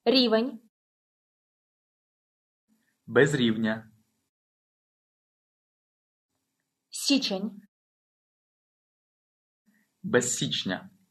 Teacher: Stress pattern A. The stress remains on the same vowel.